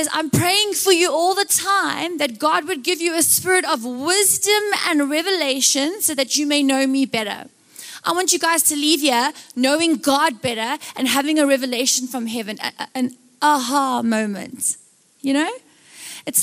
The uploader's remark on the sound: Recorded live on Sunday 16th July the 2023